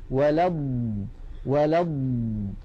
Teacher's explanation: فالصوت يجري واللسان يتقدم قليلا إلى الأمام · Term: صفة الاستطالة